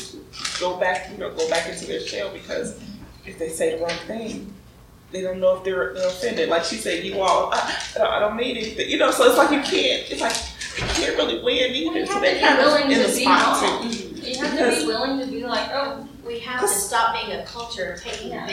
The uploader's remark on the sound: Unfortunately we picked up a good bit of room noise during this event. Most everything is audible; however, it doesn't sound as good as usual. The recorder also cut off before the end.